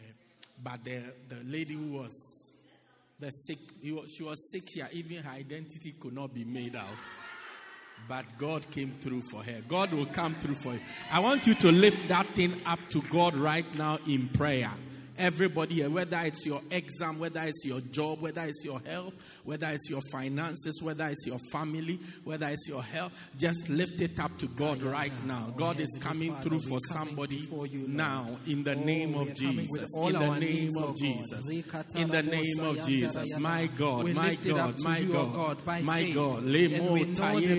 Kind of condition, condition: setting, large echoing room